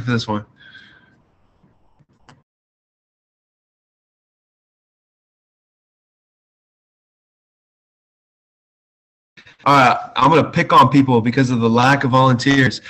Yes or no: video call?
yes